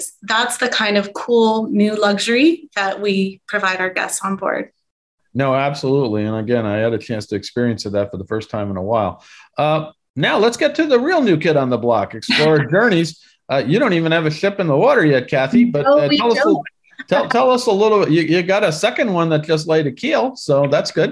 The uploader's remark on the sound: In this panel from our Virtual Roadshow series.